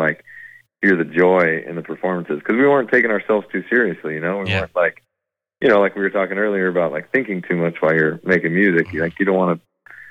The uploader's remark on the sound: Chats on the phone.